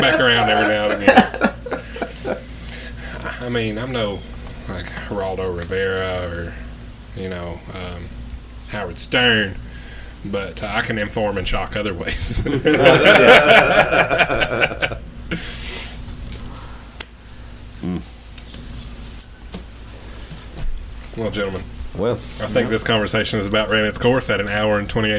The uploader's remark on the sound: We recorded this on a back porch, so yall are gonna get all the nature noises on top of the banter.